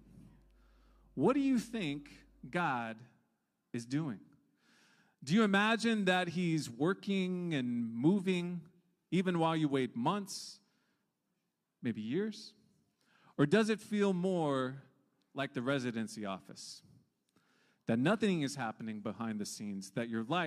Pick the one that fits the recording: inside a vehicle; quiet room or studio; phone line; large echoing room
large echoing room